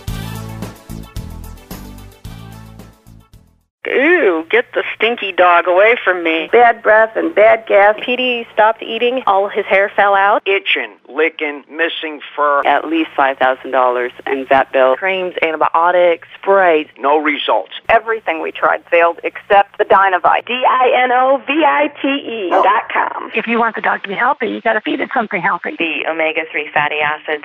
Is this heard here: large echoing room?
no